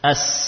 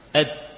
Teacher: As, suaranya berjalan mengalir. Dal, suaranya berhenti. Ed, tertahan pada makhrajnya.